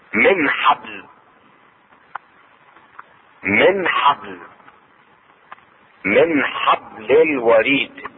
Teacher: النون الساكنة مع الحاء، تظهر النون الساكنة عند الحاء